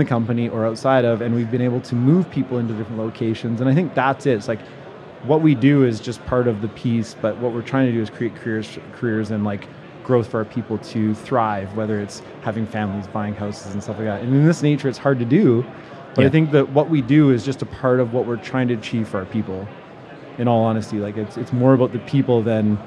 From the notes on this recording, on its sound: Recorded amidst the buzz of BuildEx Vancouver 2024